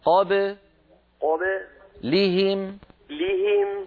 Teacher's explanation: ولكن انتبه إلى حرف القلقلة لا تجعله مكسورا